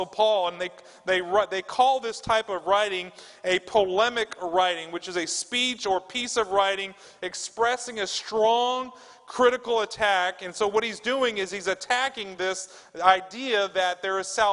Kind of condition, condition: setting, large echoing room